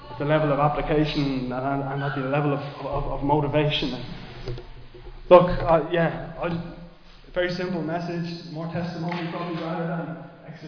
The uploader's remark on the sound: Recorded live in Liberty Church on 11 July 2023